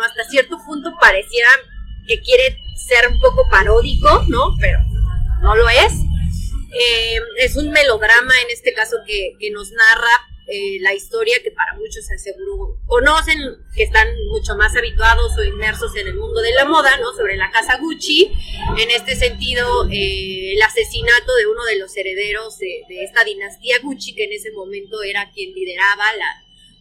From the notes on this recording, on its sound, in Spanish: Con anticipadas disculpas por la calidad de audio